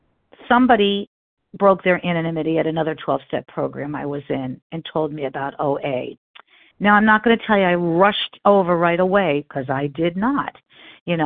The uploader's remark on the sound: 100 Pounders Phone Meeting